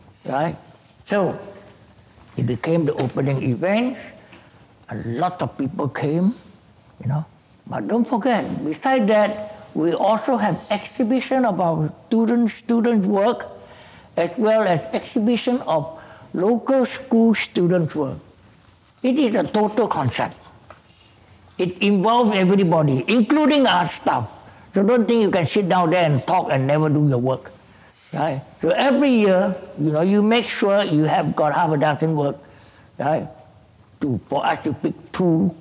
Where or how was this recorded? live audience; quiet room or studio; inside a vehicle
live audience